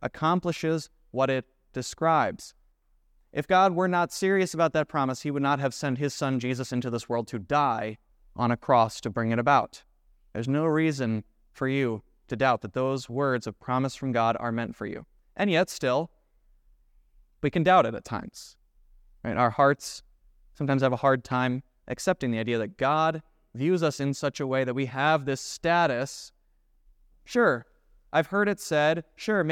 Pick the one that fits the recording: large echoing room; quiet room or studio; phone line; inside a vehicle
large echoing room